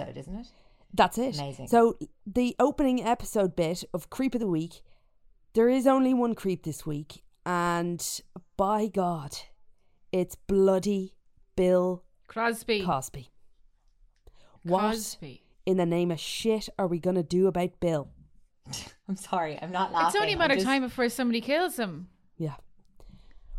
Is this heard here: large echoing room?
no